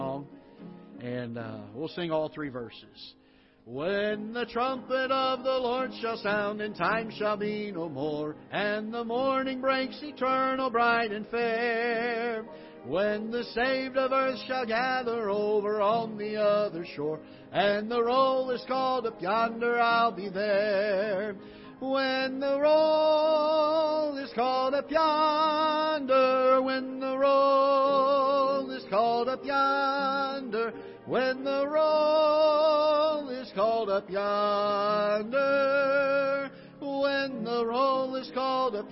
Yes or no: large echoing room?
yes